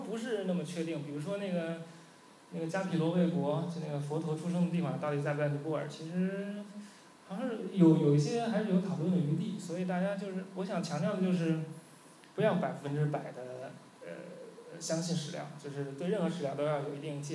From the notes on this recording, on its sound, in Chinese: 10月11日大象沙龙第二期的录音